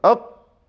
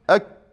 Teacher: اقصى اللسان قال والقاف اقصى اللسان، اقصى اللسان فوق يعني الى الداخل، تمام، فوق، ثم الكاف اسفل يعني اسفل منها وانت نازل لتحت